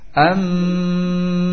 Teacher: ikhfa, yaitu samarnya antara mim dan ba karena sama dari kedua bibir, sama keluar dari dua bibir, sehingga samar antara mim dengan ba.